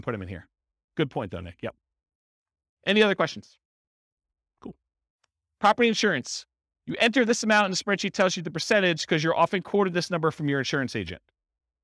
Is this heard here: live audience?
yes